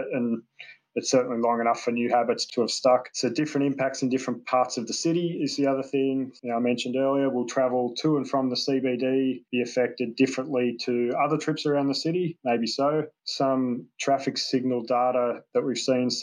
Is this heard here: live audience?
no